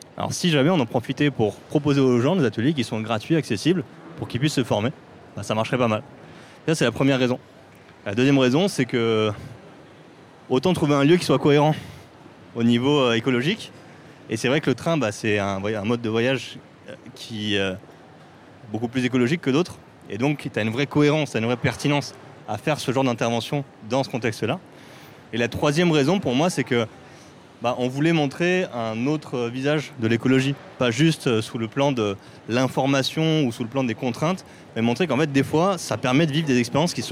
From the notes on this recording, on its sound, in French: J'ai enregistré un podcast à 320 km/h. Dans le cadre d'un partenariat entre 2Tonnes et la SNCF, j'ai été invité à prendre le train pour suivre un atelier express avec des influenceurs. Je me suis donc retrouvé en TGV pour enregistrer avec des influenceurs.